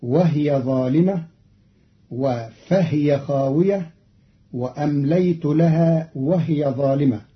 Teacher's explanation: قرأ قالون الكلمات وهي وفهي وهي في الجمل السابقة بإسكان الهاء فتصير وهي ظالمة وفهي خاوية وأمليت لها وهي ظالمة، والكسر والإسكان كلاهما في لغة العرب.